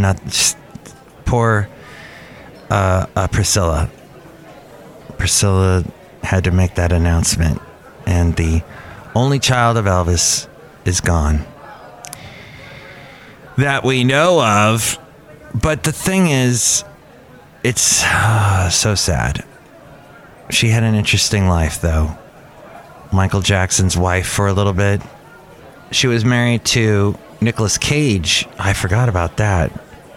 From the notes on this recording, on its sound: podcasts live from Cafe Anyway